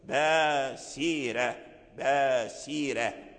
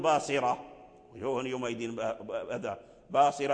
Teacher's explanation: تحافظ على السين وعلى ترقيق السين وعلى همس السين وعلى صفير السين ثم ترقق الراء في رواية ورش · Shown in: first take